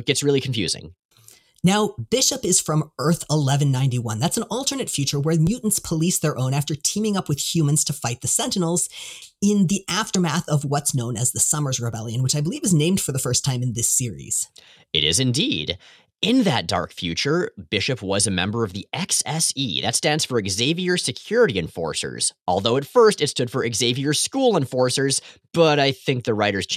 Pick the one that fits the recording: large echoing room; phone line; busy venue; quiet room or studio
quiet room or studio